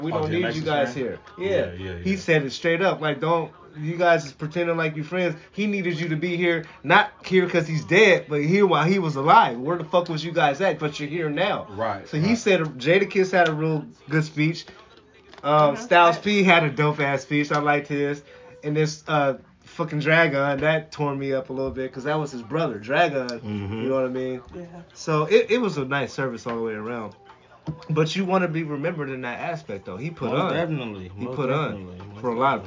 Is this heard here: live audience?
no